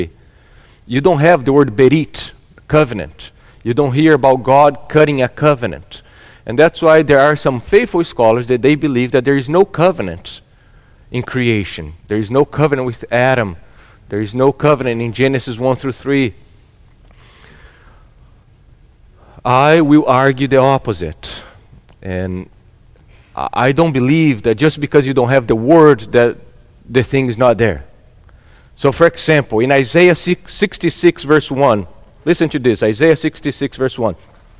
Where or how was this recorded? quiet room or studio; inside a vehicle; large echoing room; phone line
large echoing room